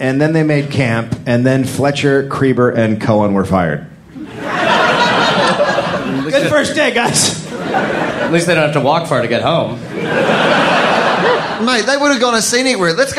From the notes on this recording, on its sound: live in Sydney, Australia